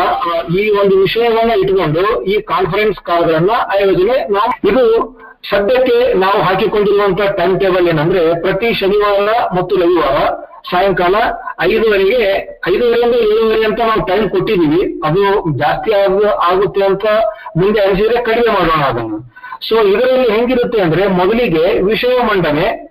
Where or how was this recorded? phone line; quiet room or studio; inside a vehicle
phone line